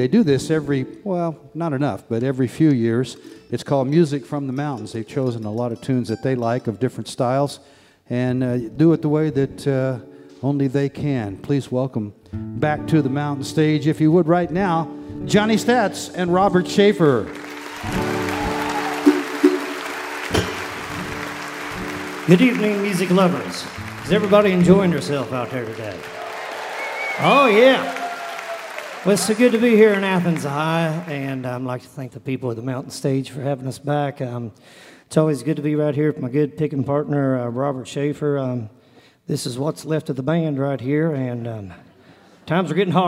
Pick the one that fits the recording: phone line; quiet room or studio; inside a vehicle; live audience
live audience